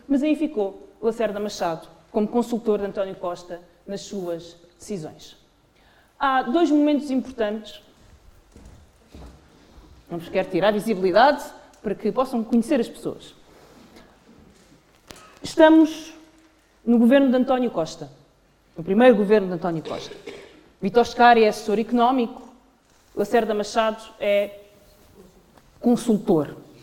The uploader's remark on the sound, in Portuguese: Numa sessão pública realizada no Porto a 9 de dezembro de 2023